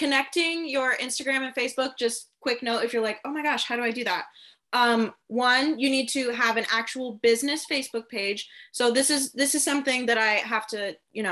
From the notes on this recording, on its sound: free live InterNACHI Webinar